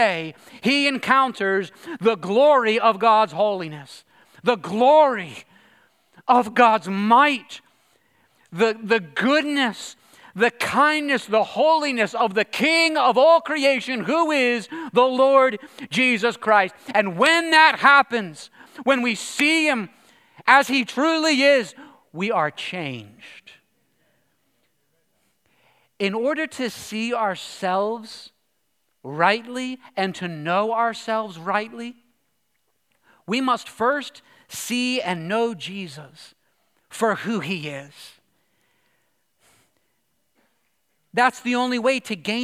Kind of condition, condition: setting, large echoing room